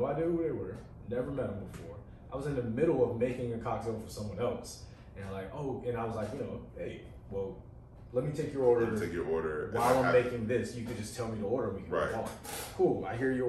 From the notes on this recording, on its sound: There was a glitch with OBS (the audio software) and we had to use the backup audio for this episode.